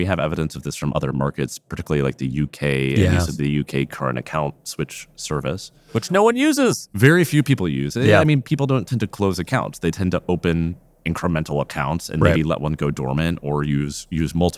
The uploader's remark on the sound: Live from Money 20/20 in Las Vegas